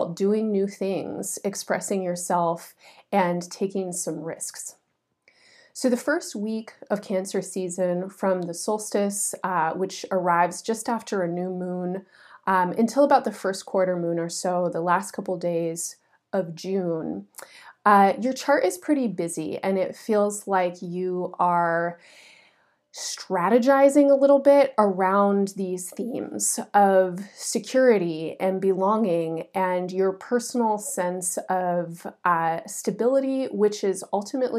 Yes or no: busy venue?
no